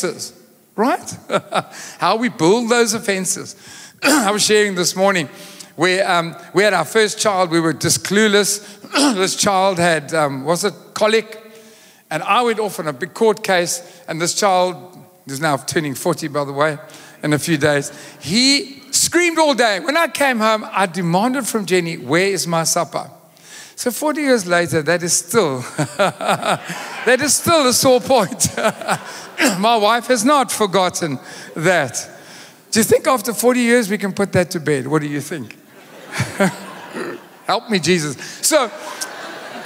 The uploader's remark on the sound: Recorded live on Sunday 20th August the 2023